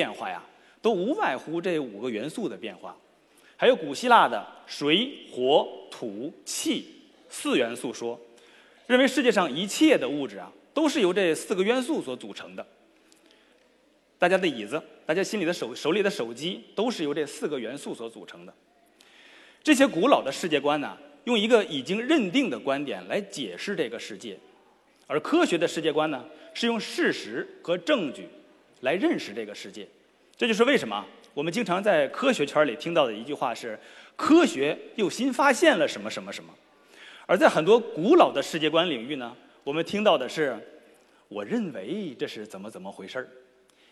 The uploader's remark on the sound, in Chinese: 在绍兴大剧院举办的《理性的力量》科普演讲会如约而至。一千多位观众到现场参与了这次活动，整个会场都坐的满满的，台下黑压压的坐了一大片。当我容出空来好好整理一下整场活动的录音的时候，我才发现，耳机里听到的缺陷远比我估计的要多得多。这不是在自己窝里，可以从容不迫的录音，还可以后期剪辑。绍兴活动现场。